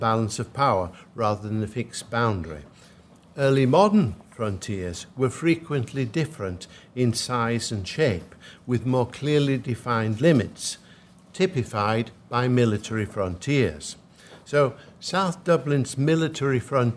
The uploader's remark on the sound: at the 2022 Tudor and Stuart Ireland Conference